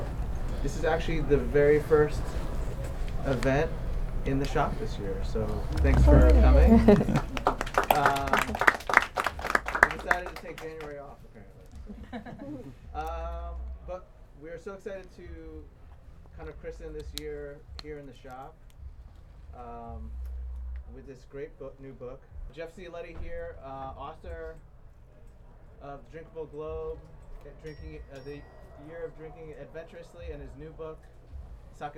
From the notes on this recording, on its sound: Live From Now Serving in L.A. At the Los Angeles culinary bookstore, Now Serving, he recorded a sake Q&A.